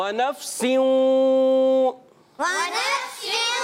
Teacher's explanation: वाव की अदायगी होंठों की गोलाई से अदा करेंगे